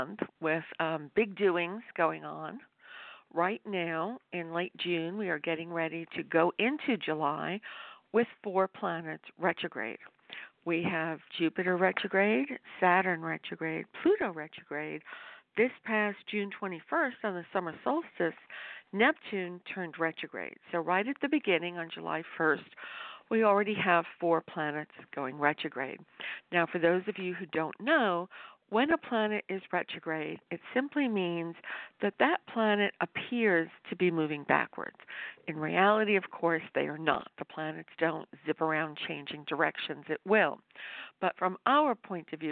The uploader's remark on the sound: LIVE callers